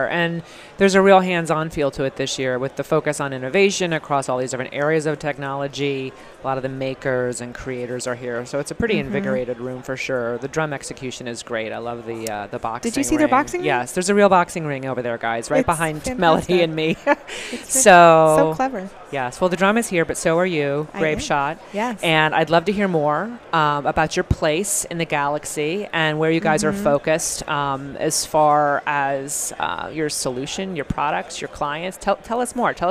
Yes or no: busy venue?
yes